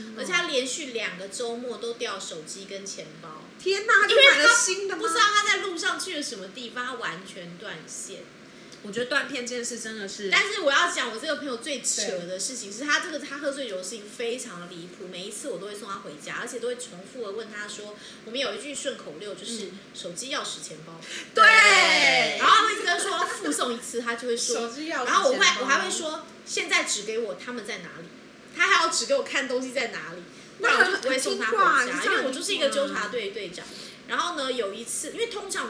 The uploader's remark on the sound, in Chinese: 喝酒那些事系列由於是試錄集，收音設備非常陽春，請海涵～。